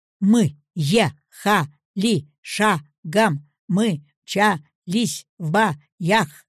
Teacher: Сначала каждая строка произносится на одной высоте по слогам, потом по словам, по строчкам, и затем, если возможно, подумав о содержании.